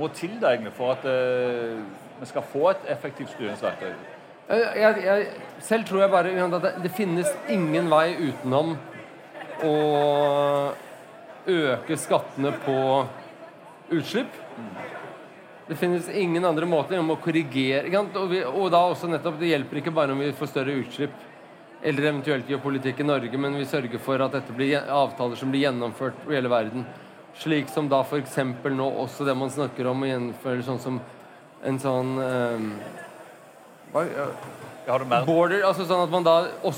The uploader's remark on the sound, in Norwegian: LIVE på ONS 2022.